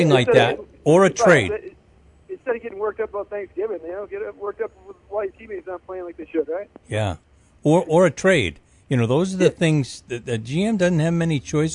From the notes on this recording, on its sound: joined on the phone